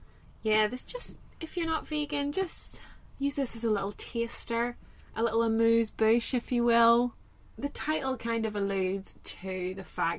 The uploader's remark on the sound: Recorded in a van in Málaga.